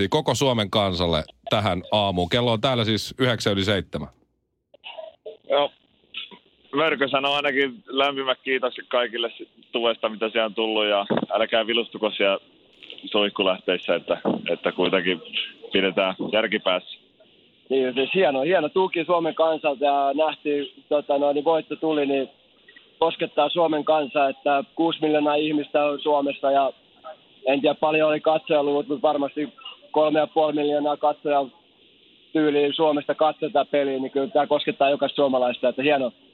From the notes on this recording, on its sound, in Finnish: SuomiRockin Aamun puhelinhaastattelussa.